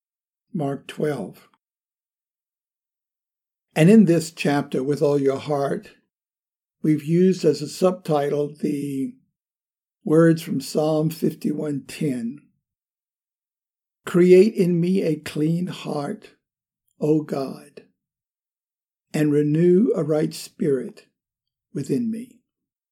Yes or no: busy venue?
no